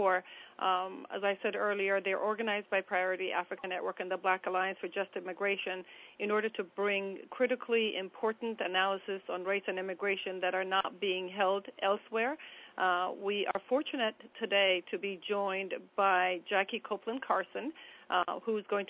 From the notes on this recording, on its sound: On Thursday March 31st we held our 3rd national teleconference. Then had a discussion with call participants.